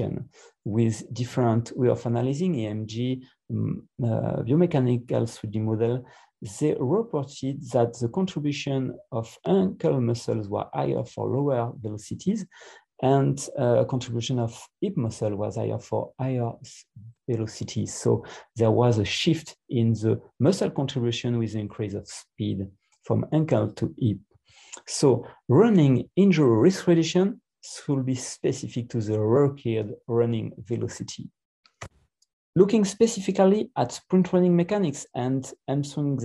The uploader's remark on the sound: This ISAKOS Webinar Audio Replay is from the 2021 ISAKOS Webinar with ESSKA.